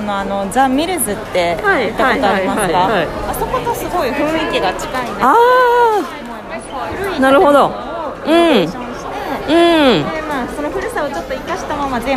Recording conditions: busy venue